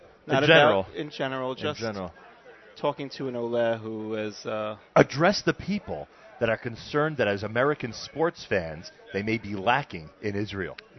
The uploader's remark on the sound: NSN Broadcasts Live from the 9th Annual Nefesh B'Nefesh Israel Mega Event in NYC.